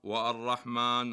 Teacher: فتنتقل في كلمة الرحمن من الألف إلى الراء المشددة